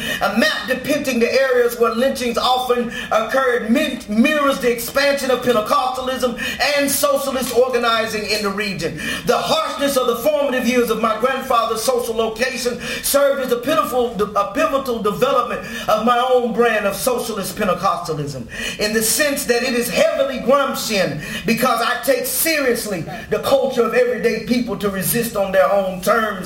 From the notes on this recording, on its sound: Delivers a Dean's lecture titled "The Liberation Theology of Ferguson".